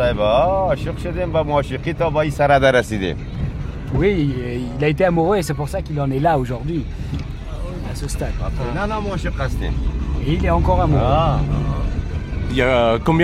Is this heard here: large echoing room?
no